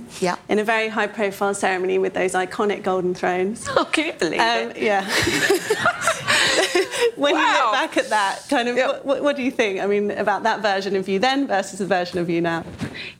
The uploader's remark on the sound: In the final session of BoF’s annual gathering